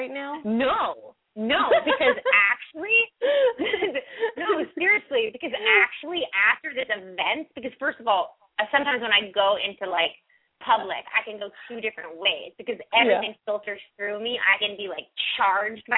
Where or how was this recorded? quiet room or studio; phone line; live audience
phone line